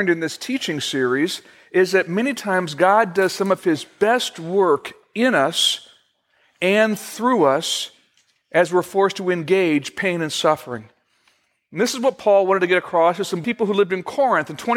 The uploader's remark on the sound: Originally recorded June 21, 2015, at Fellowship Missionary Church, Fort Wayne, IN.